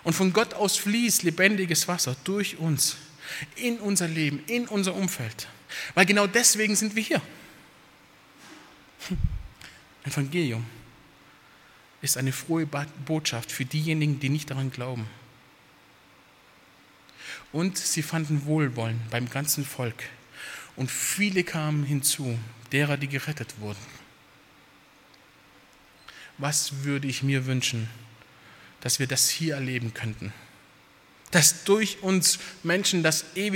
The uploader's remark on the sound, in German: aus dem Gottesdienst der Missionsberg-Gemeinde (Liebenzeller Mission)